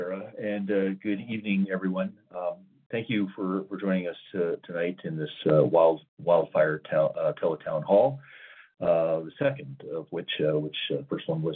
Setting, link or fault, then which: link, phone line